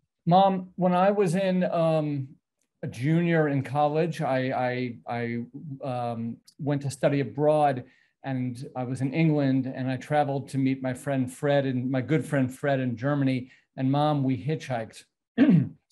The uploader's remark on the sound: This short story was clipped from my live virtual Show & Tale: Significant Objects in the fall of 2021.